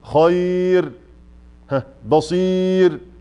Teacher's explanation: نقف على هذه الراء المتطرفة الساكنة للوقف بالترقيق